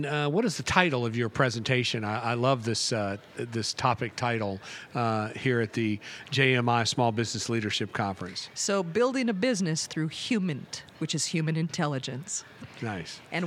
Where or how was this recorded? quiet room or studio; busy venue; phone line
busy venue